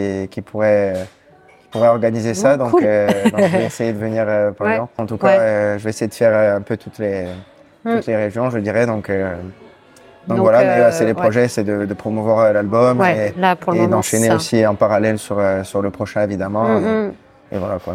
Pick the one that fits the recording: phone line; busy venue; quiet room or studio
busy venue